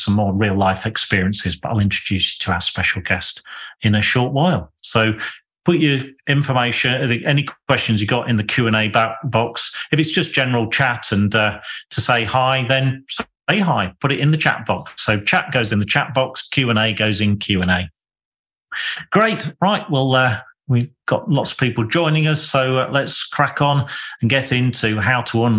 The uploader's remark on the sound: Excerpt taken from a webinar recorded in March 2023